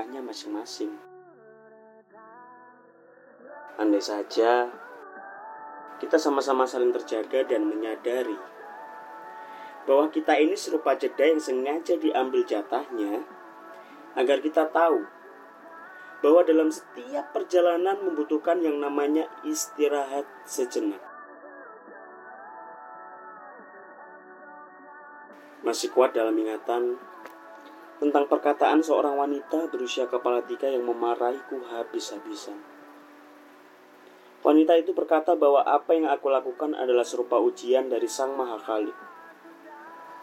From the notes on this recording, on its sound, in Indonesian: maaf jika konsep audionya sengaja dibikin noisy